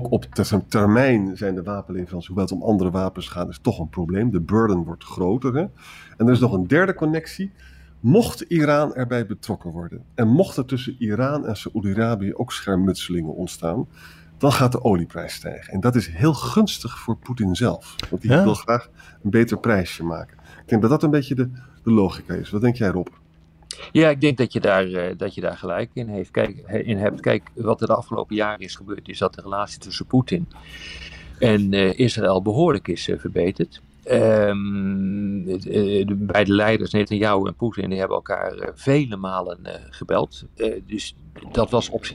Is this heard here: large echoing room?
no